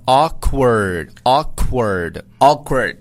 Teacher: 后面这个 K 和这个 W 要这两个辅音呢要读的稍微快一点